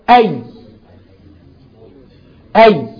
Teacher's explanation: وسط اللسان مع سقف الحلق · Term: الياء